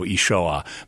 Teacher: With a vocal constriction and activation of the vocal cords at the end.